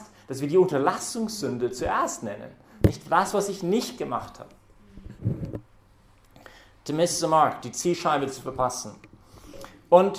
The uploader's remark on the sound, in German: hat diese Predigt während der Young Professionals Messe im Zentrum Johannes Paul II.